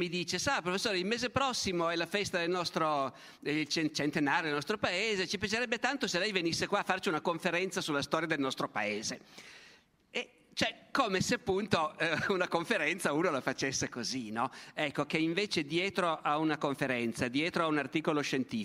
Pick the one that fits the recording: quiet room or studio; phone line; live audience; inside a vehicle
live audience